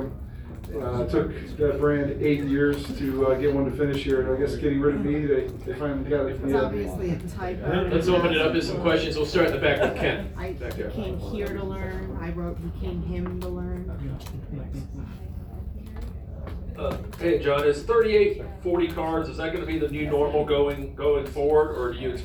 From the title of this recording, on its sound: Live from Daytona